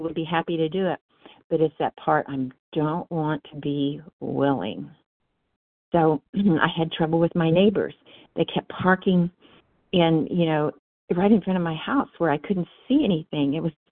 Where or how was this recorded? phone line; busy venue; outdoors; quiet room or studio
phone line